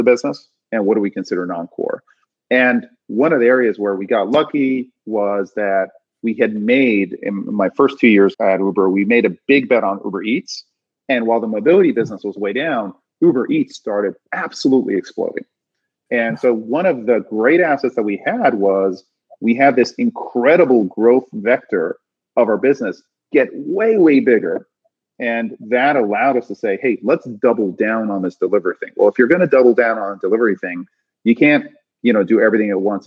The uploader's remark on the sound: This episode was recorded during Iconversations, Greylock's new virtual speaker series event